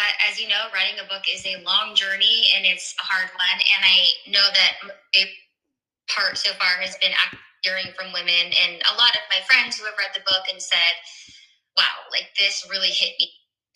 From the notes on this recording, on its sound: The audio is not great on this one.